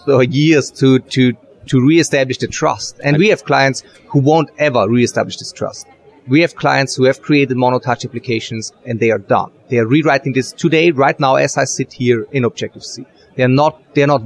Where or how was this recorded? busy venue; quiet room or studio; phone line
busy venue